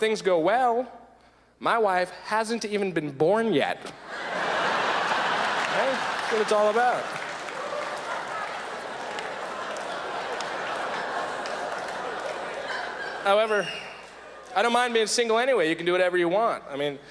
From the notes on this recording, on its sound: delivers a classically zany set at the 1999 Just for Laughs Festival in Montreal